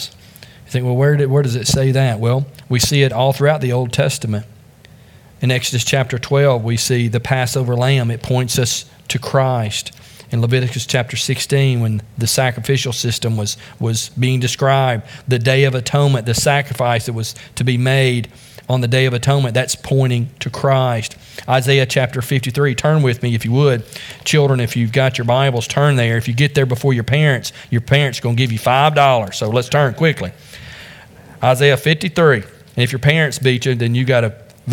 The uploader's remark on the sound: Join us from the pulpit of Beaver Baptist in Brighton, Tn.